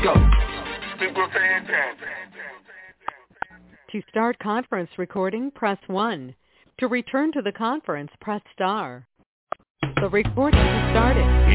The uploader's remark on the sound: TNTSuperfantastic Conference Call - Friday, July 2, 2021